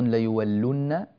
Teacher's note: اللام هنا مضمومة وبعدها نون مشددة